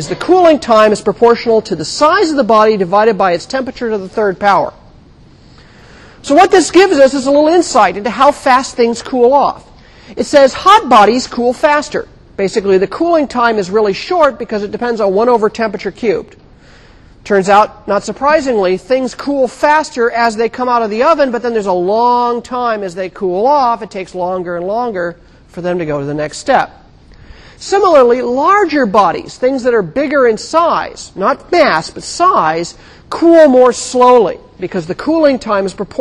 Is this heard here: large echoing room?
yes